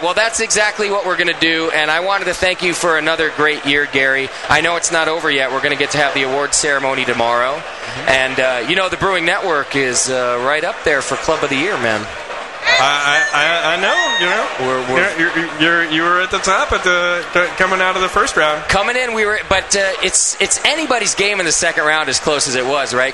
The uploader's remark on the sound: Live From Club Night 2010